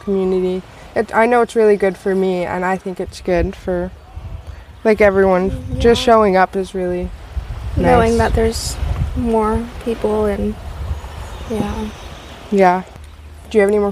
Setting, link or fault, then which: fault, sounds in the background